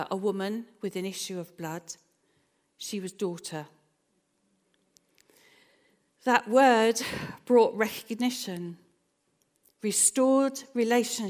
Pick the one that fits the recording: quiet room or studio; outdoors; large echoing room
large echoing room